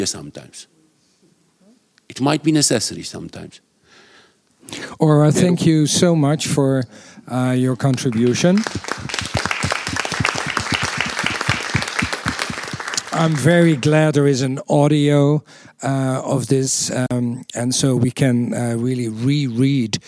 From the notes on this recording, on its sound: This episode features the recording of the IDFA 2018 Industry Talk: Solidarity with Filmmakers at Risk.